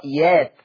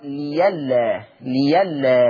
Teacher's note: قرأ ورش بالإبدال في لفظي يأت في الآية 148 تقرأ يات، ولفظ لئلا يقرأ ليلا